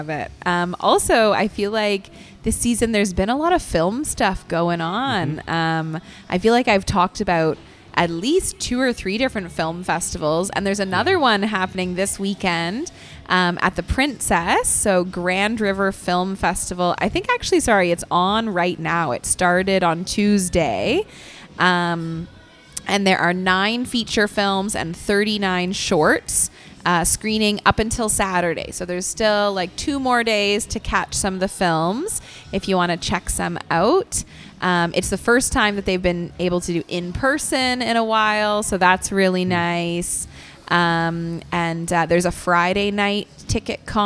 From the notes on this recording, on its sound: Broadcast live from Sugar Run in Downtown Kitchener.